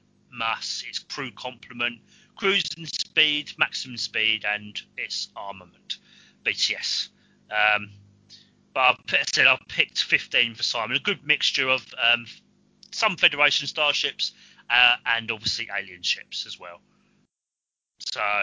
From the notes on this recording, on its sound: Please note we had some minor technical difficulties whilst recording.